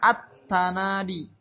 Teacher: Lam ujung lidah, ta juga ujung lidah. Jadi akan terjadi idgham. Lam dimasukkan atau ditasdidkan ke huruf ta, gitu. · Term: idgham syamsi